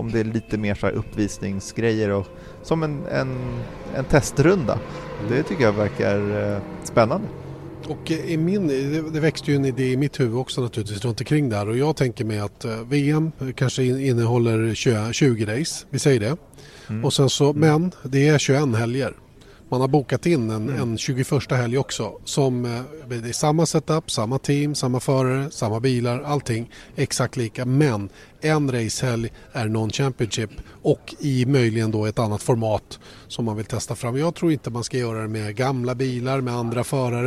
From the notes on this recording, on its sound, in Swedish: Veckans F1-podd är inspelad mitt under brinnande F1-tester nere i Barcelona